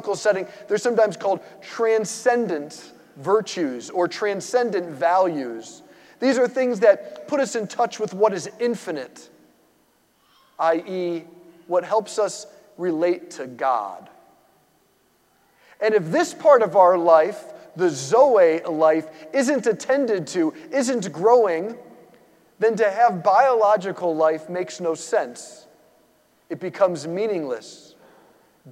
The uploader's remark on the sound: preached this homily on April 30, 2023 at St Basil the Great Catholic Church in Brecksville, OH.